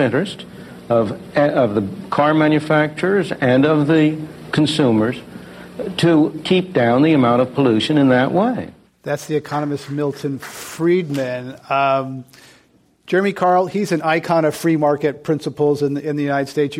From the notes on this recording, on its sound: This program was recorded in front of a live audience at the Commonwealth Club of California on January 24, 2017.